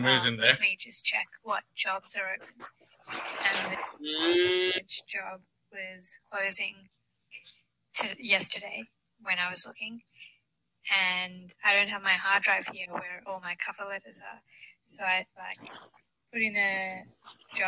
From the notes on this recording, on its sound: Apologies in advance for the audio quality - there’s only so much massaging of the audio file you can do with patchy internet and gale-force winds!